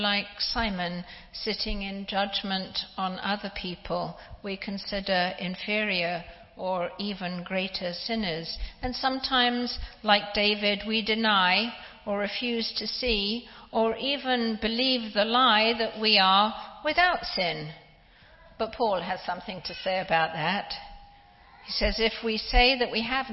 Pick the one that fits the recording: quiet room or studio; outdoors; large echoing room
large echoing room